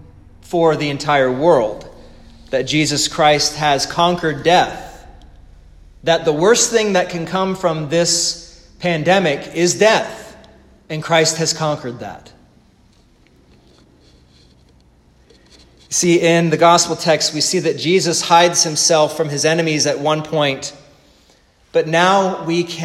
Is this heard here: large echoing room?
yes